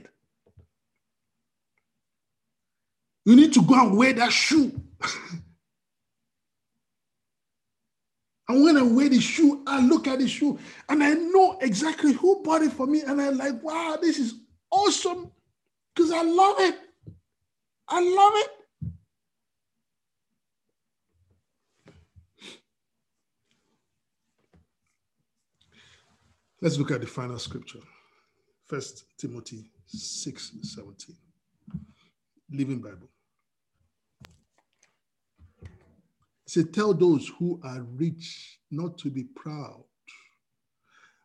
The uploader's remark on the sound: We are on Zoom now. Princeton FTLW Church will be having our Sunday services at Noon on Zoom.